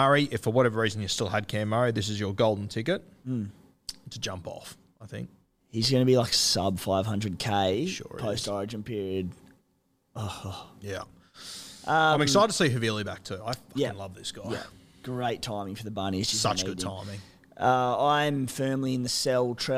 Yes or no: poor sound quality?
no